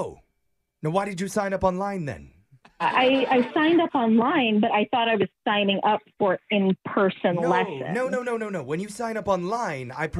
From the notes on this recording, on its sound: Phone Tap: Over The Phone Foxtrot.